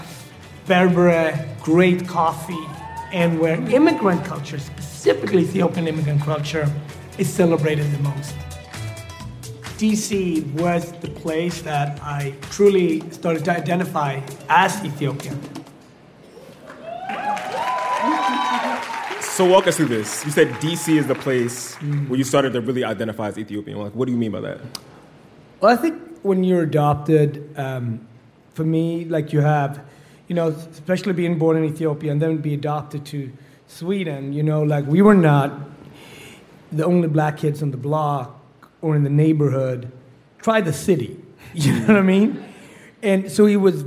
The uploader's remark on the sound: Live From The Apollo. At Harlem's World Famous Apollo Theater in New York City.